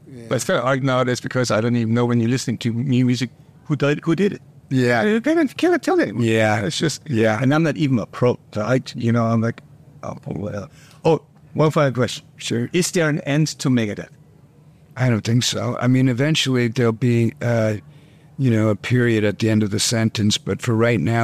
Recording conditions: busy venue